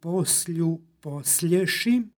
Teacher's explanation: Ovaj glagol pripada trećoj prezentskoj vrsti, odnosno je vrsti, i ovde kod prezentske osnove dolazi do jotovanja krajnjeg suglasnika